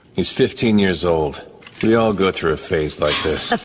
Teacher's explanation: he's sitting on his lower register, he's really relaxed, yet he's kind of letting a lot of air through